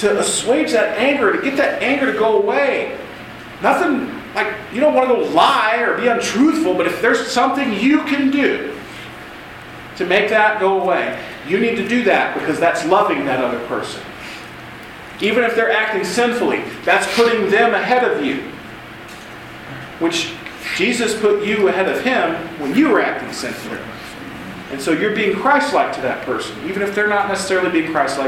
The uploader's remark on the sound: Audio from West Coast Rush 2016 – a retreat for college students and young adults held annually in the Los Angeles area.